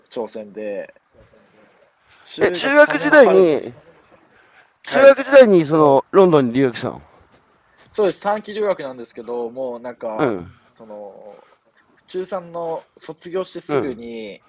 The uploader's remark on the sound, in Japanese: 歩きながら1時間、対談する。